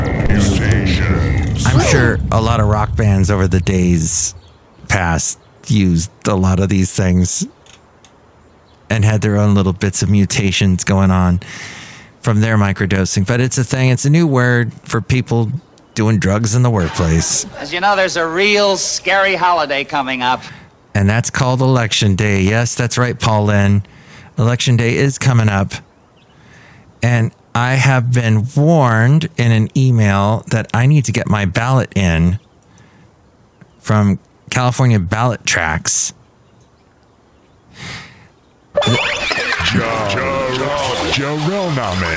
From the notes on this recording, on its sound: podcasts live from Café Anyway